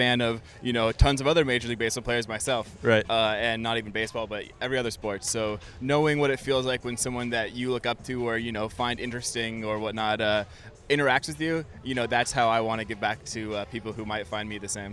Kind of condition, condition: setting, outdoors